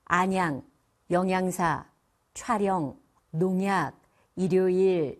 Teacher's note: 뒤에까지 강세를 주시면 안 되고 앞에 첫 음절에만 강세를 주면 돼요